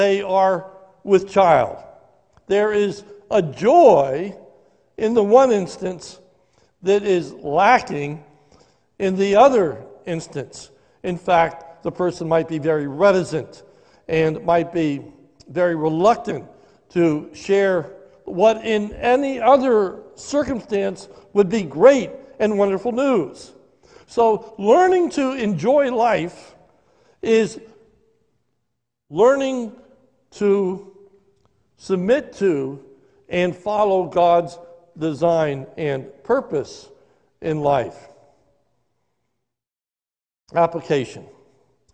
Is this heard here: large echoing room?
yes